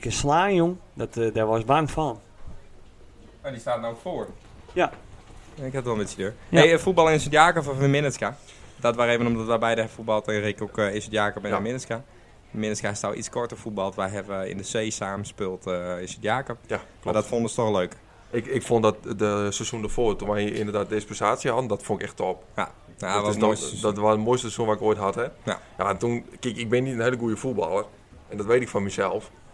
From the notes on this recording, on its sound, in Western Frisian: De mannen binne live anwezig bij de finale dag fan de Bildtse Cup in Sint Jabik